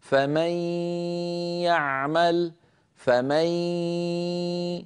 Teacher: الياء الأولى ممطوطة ويصاحبها غنة كما أسلفت. هكذا فمي يعمل، فمي هذه الياء الأولى، يعمل هذه الياء الثانية، الغنة مصاحبة للياء الأولى ولا يطغى صوت أحدهما على الآخر.